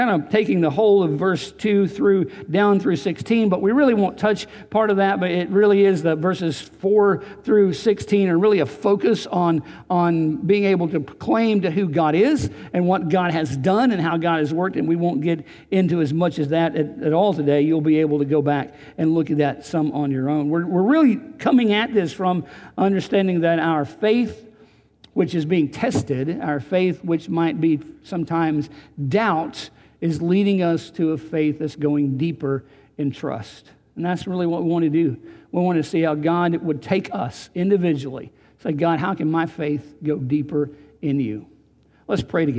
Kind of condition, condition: setting, large echoing room